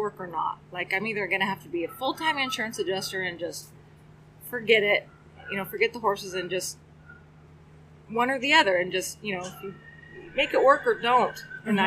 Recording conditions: sounds in the background